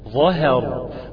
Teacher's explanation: الظاء المفخمة والراء المفخمة، الهاء واقع بينهما